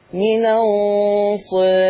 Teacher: تقليل الألف هيؤثر على الراء فتصير الراء مرققة